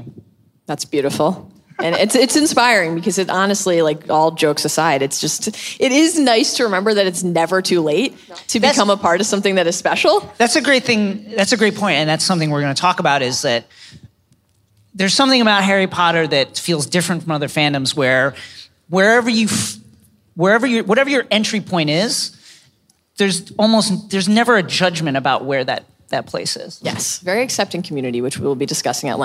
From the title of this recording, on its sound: Live From LeakyCon 2018